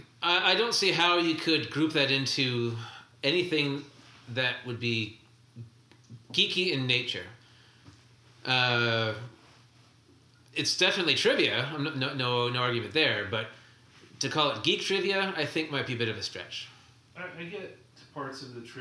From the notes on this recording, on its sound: dealing with technical hurdles using our new recording equipment